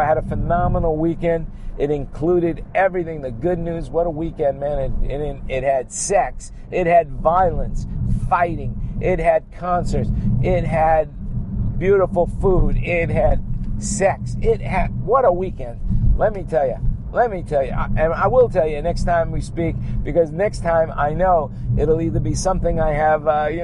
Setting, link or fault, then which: setting, inside a vehicle